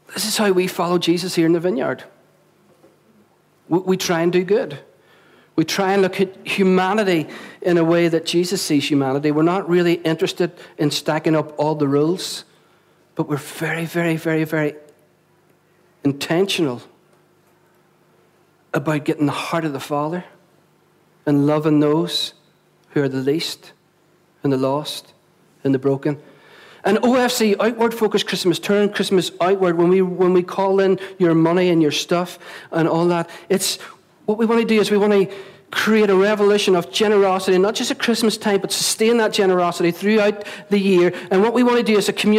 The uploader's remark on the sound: at our Sunday Celebration on 20th November 2016, recorded at 11am at our Storehouse Venue